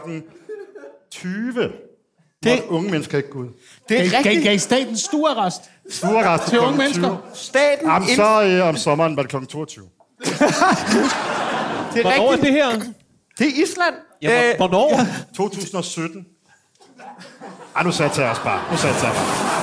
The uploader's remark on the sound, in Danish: Afsnittet er optaget live på Comedy Zoo